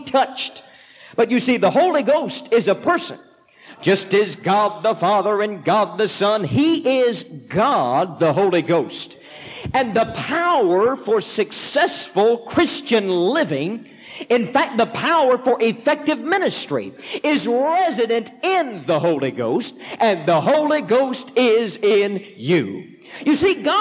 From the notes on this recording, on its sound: This powerful sermon was preached at the Mississippi Church of God Camp Meeting in March 1989.